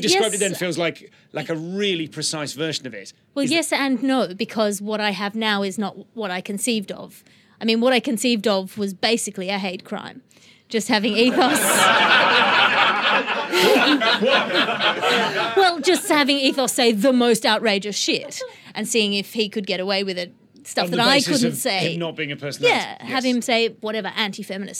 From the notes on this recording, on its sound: Live from the Edinburgh Fringe 2018. 30 podfans saw her show "Ethos" together, met up for a social, and then attended an exclusive live interview in "Audrey", the Vintage Mobile Cinema.